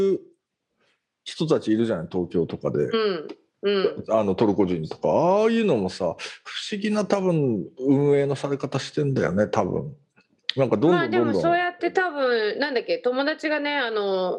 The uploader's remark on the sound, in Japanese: 本収録はビデオ会議サービス「Zoom」を使用し。一部聞き取りづらい箇所があります。